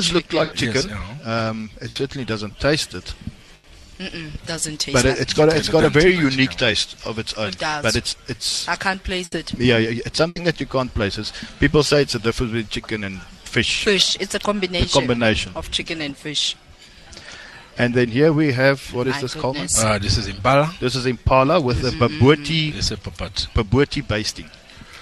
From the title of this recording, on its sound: OB - Misty Hills Country Hotel - Carnivore restaurant